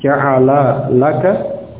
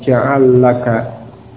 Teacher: Maka idgham keduanya itu menjadi jaiz, tidak wajib. Jadi boleh tetap dibaca terpisah, ja'ala laka. Boleh pula dibaca idgham ja'al laka. Ya, kalau idgham membacanya menjadi ja'allaka.